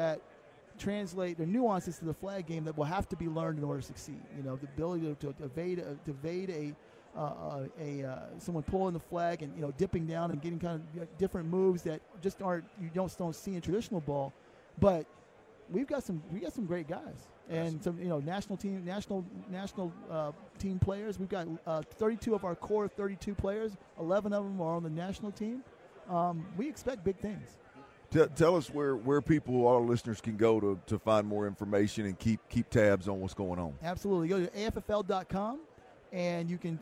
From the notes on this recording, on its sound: LIVE from Vegas radio row